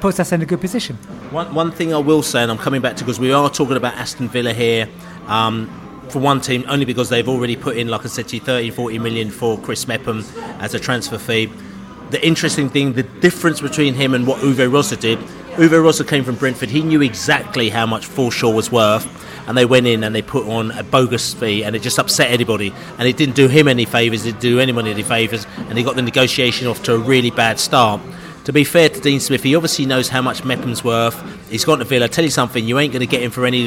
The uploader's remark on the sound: Beesotted Pre-Barnet FA Cup Podcast From The Pub.